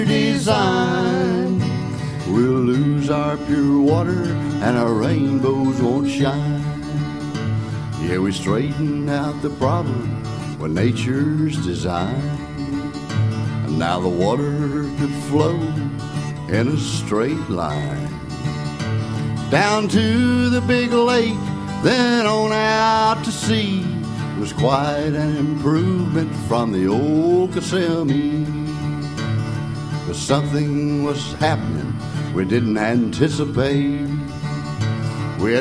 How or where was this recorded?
busy venue